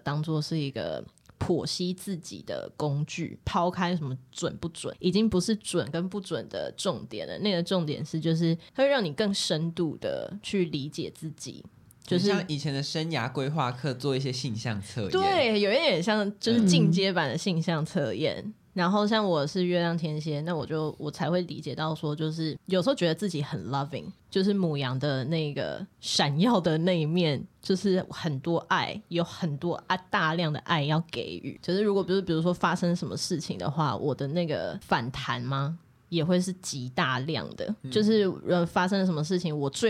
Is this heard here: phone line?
no